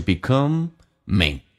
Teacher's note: M 在前后都有元音的情况下，它发两遍 · Term: M 发两遍